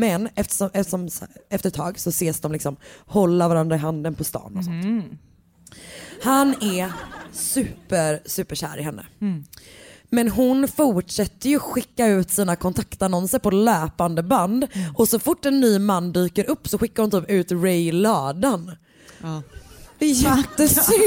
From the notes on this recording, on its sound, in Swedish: recorded från livepodden i Malmö